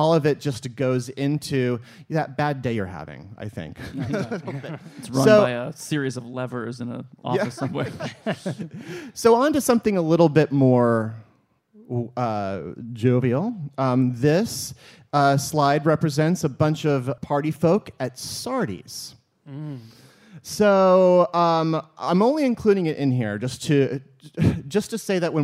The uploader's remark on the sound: Live in Brooklyn! Podcast event in front of a live audience as a part of the 2017 NYC Podfest festival. At the Bell House, in Gowanus, Brooklyn.